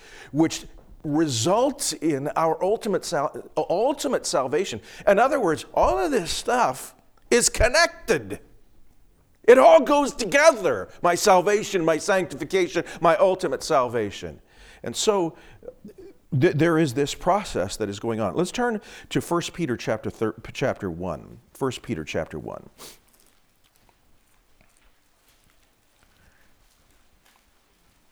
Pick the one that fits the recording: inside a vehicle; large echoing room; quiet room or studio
large echoing room